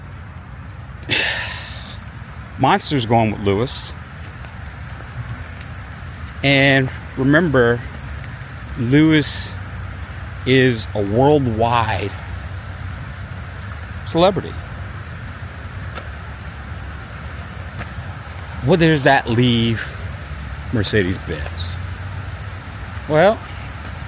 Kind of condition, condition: setting, outdoors